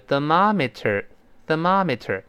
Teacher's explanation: M O 里面的 O 完全发出啊的声音了，这美式英语的特色了